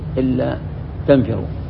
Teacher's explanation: طيب إلا تنصروه، نفس إلا تنفروا أصلها إن ولا، فأدغمت النون